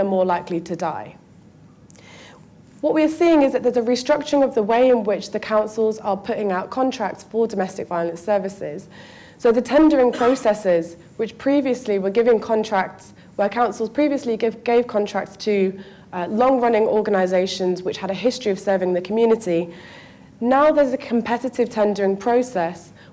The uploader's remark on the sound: Recorded at Foyles, Charing Cross Rd, 23rd March 2016 at the second in the Our London event series in collaboration with Compass and co-hosted by Novara Media.